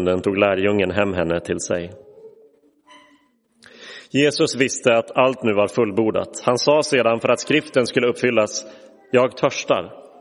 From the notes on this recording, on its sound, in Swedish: Inspelad i Roseniuskyrkan den 7 april 2023.